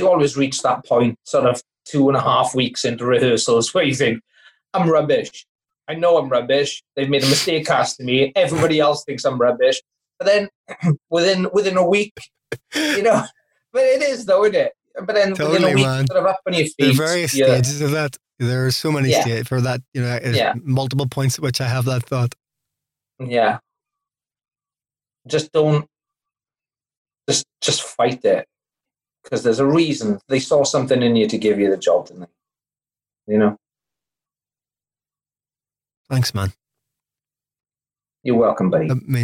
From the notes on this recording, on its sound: Recorded via Zoom, June 2020. Studio facilities provided by irishvoiceovers.co.uk.